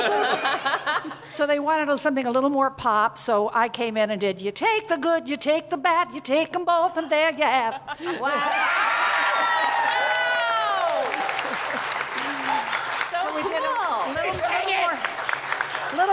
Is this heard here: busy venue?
yes